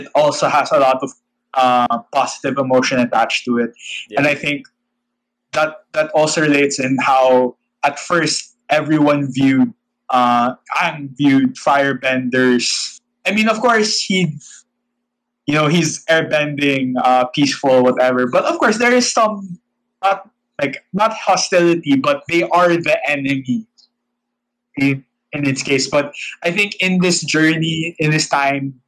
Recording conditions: video call